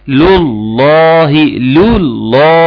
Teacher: وبعدين هيجي عند لامين، اللام الاولانية مرققة واللام التانية مغلظة مفخمة